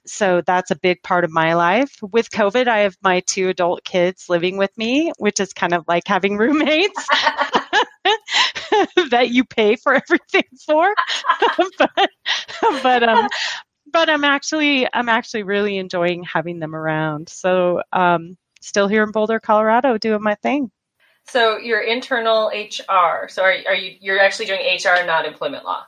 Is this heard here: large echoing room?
no